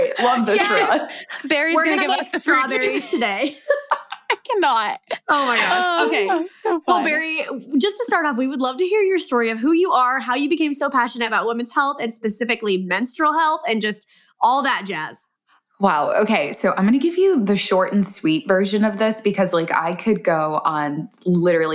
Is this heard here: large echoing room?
no